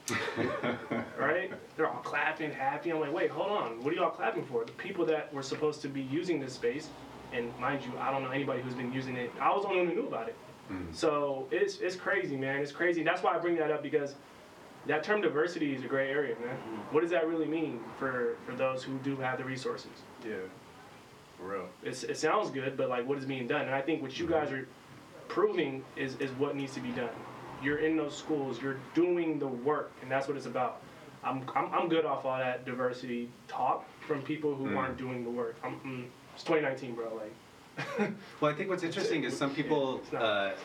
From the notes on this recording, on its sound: Please excuse the minor technical difficulties during this episode.